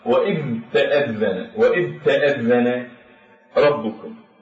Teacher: فهنا هذا الحرف الذي هو حرف الذال من الحروف المجهورة، وهذا الحرف الذي هو التاء من الحروف المهموسة، فيصعب النطق بحرف مجهور وإلى جانبه حرف مهموس، فلذلك ينتقل اللسان رأسا إلى الهمس · Term: إدغام الذال بالتاء